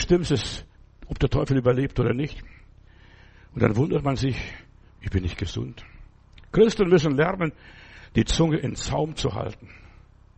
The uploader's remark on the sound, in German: im Gemeinde-Zentrum in Berlin aufgenommen